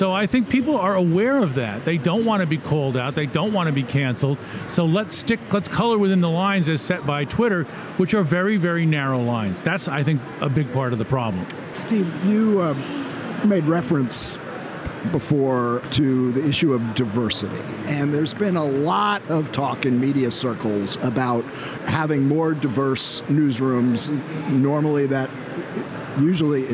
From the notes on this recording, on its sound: join live from the Collision Conference in Toronto Canada